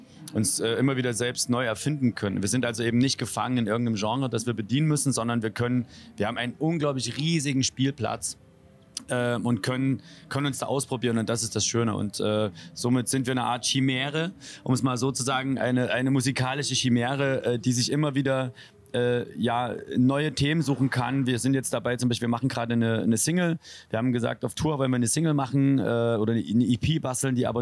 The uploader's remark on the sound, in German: Unserem Interview mit den beiden am diesjährigen Maifeld Derby Festival. Maifeld Derby Festival 2022. Unter der wunderbaren Atmosphäre der Reitertribühne nahmen sich die beiden Zeit.